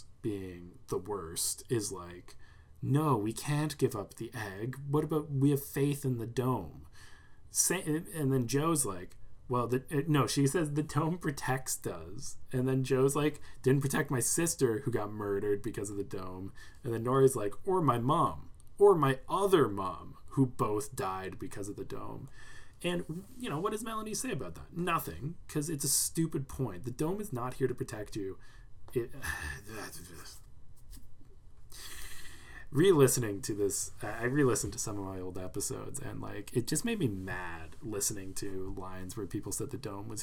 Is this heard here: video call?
no